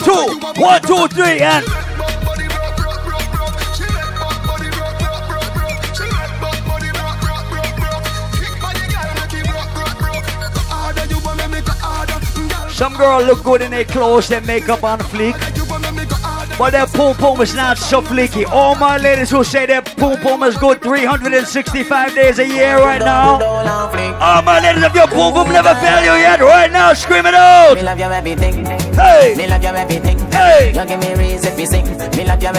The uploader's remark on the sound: LIVE AT ISLAND SATURDAYS ON SEPT 17, 2016